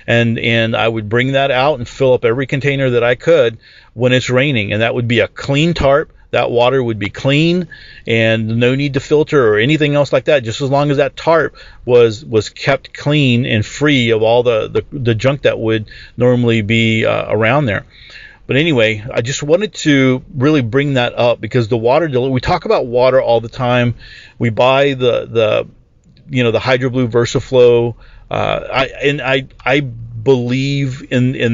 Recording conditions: inside a vehicle